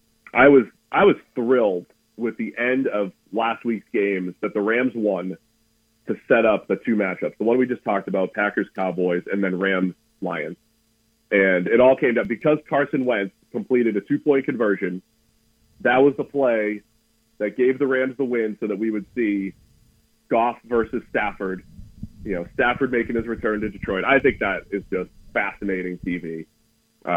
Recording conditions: phone line